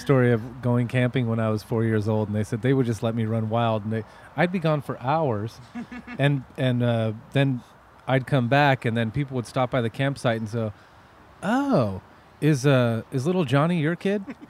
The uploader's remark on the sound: Along with all of her friends from Tennessee, San Diego and Washington at the world famous Rhone Room to hang out and drink some wine.